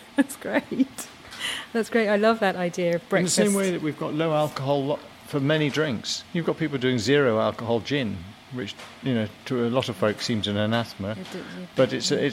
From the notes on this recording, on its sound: A summer's day in a Somerset cider orchard. Head to the sleepy hamlet of Shepton Montague in Somerset.